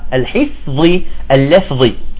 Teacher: كلمة أجنبية، ولكن كلمة مثلا الحفظ اللفظ تخرج الفاء تمام إخواني، الفاء تعطيها همس وتكون صافية، ليست ذي اللفظي الحفظي، لا الحفظي اللفظي. أعيد، يقول في